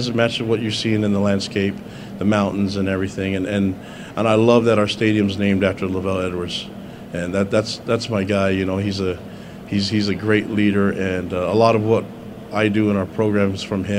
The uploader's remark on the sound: press conference at Big 12 Football Media Days